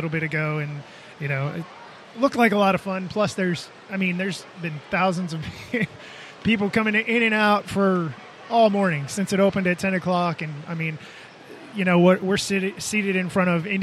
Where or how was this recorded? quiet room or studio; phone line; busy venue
busy venue